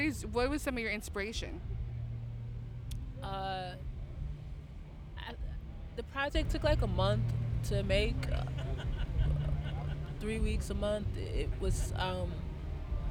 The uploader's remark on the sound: Just after her debut set at Pitchfork Music Festival 2023. Under rainy skies (and a few umbrellas).